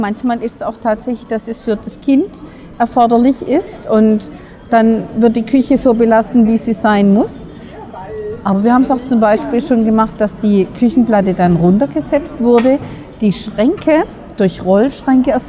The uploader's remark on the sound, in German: Caravan Salon 2023 live. Live" auf dem Caravan Salon.